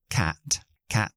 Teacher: Fijaos que una cosa, um, si yo digo la palabra cat, cat, el eh, símbolo fonético de la A es igual que hay en la palabra pero cat termina en una consonante sorda, la T